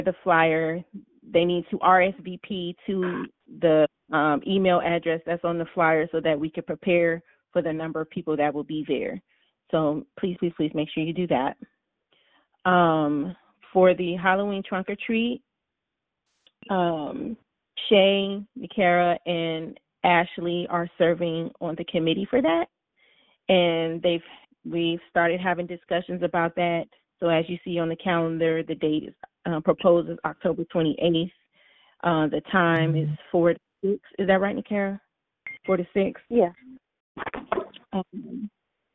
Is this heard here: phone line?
yes